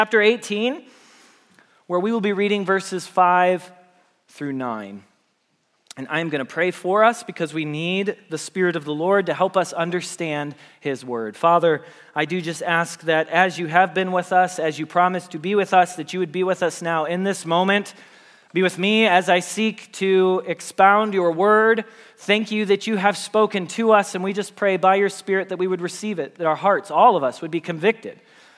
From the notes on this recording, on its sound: Message Preached at Valley Creek Church